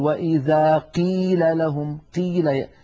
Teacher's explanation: يبالغون في ترقيق أو في كسر القاف إلى درجة تجعل الصوت كأنه كاف